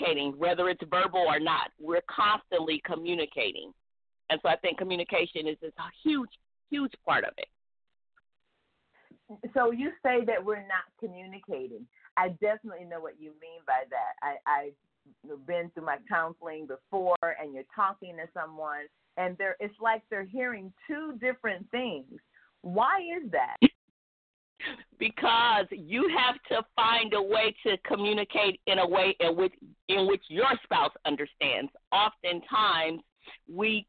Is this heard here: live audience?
no